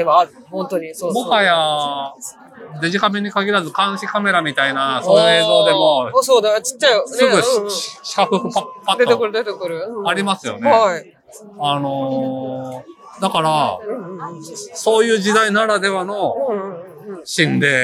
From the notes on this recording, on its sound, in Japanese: 文学フリマ大阪（2022/09/25開催）の会場から、マスク着用＆小声収録でお送りする14回目